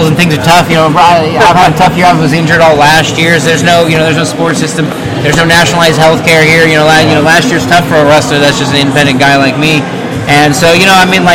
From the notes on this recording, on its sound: Bear with the background noise